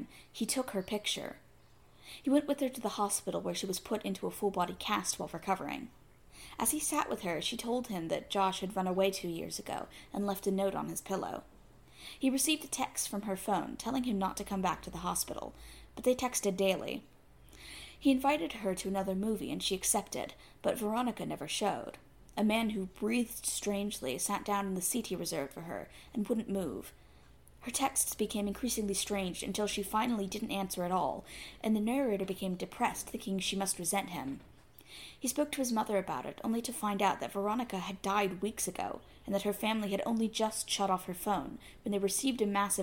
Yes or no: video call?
no